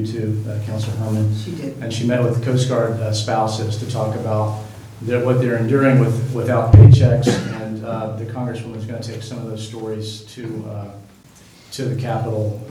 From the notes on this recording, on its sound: Live recording of Astoria City Council meeting. Held in council chambers at 1095 Duane Street, 7 pm. This recording begins slightly after the opening gavel.